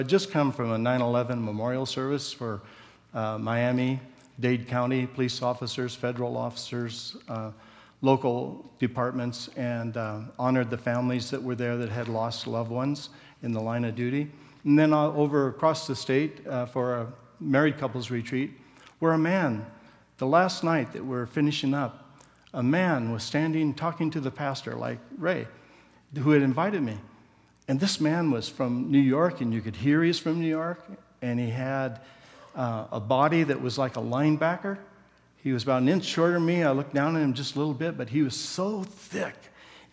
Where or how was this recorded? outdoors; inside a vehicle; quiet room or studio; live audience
live audience